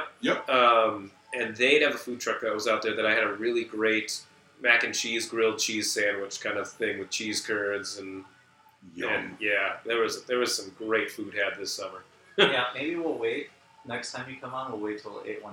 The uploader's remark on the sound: During this recording we had some technical issues so the sound isn't perfect.